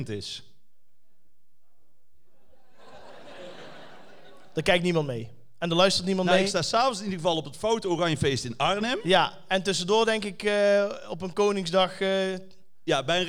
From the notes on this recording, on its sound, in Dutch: De 100ste aflevering vanuit Theater de Schalm. Samen met 500 enthousiaste luisteraars hebben we de 100ste aflevering opgenomen.